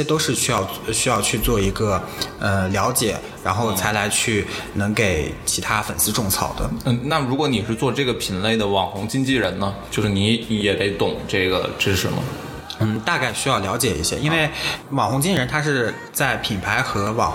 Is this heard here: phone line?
no